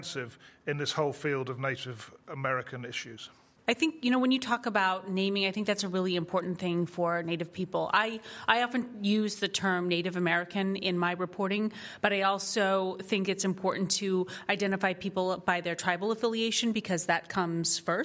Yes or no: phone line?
no